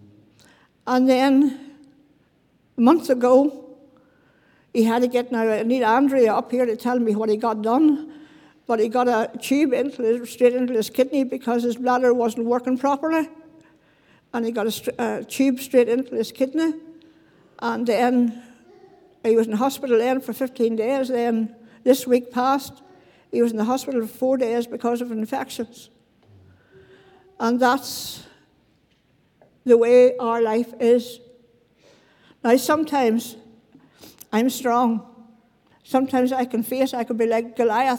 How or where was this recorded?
large echoing room